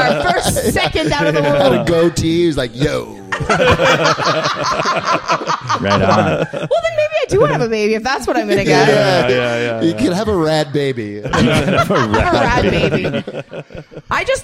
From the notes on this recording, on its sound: It's a live podcast recording from the Grindstone Comedy Festival in Edmonton